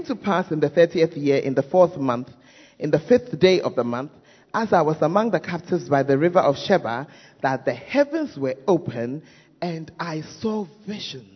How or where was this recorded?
large echoing room